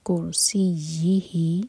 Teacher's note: را ساکن ہیوی ہوگا اور یا بشدت اور یا اسٹرانگ